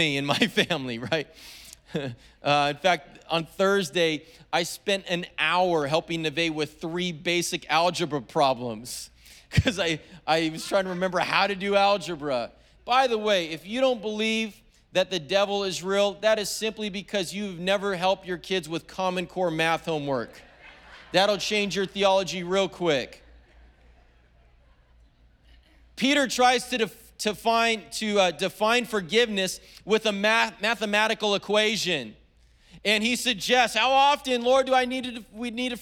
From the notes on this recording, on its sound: was preached on February 27th at the 10AM service.